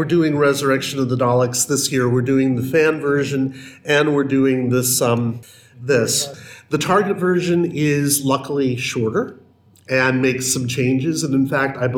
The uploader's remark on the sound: The sound quality on this one is variable, so headphones are encouraged!